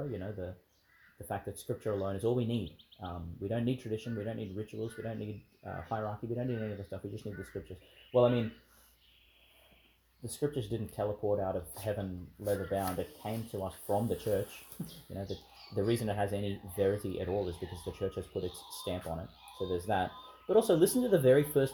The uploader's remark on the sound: in the park outside St Mary's Church, Ubobo, Qld.